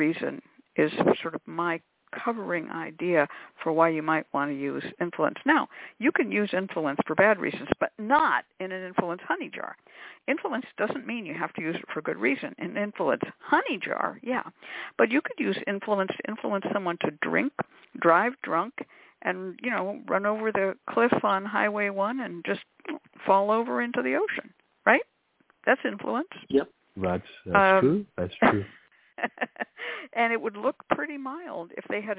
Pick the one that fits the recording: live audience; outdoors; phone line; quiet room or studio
phone line